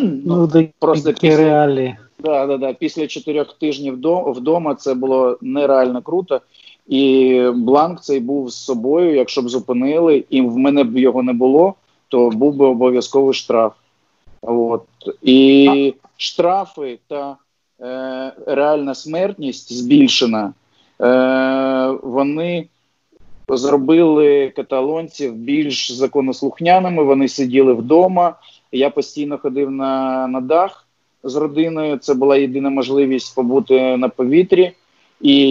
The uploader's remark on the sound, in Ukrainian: з допомогою skype